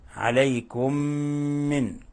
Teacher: إذن أن ينزل عليكم من خير، نلاحظ كيف اجتمعت الميم الساكنة، الميم الساكنة مع الميم المتحركة، وكيف أدغمنا الميم الأولى في الميم الثانية بما يسمى عند القراء إدغام مثلين صغير، عليكم من، ونلاحظ أنه لابد من غنة مقدارها حركتين، ولابد من إطباق الشفتين والضغط عليهما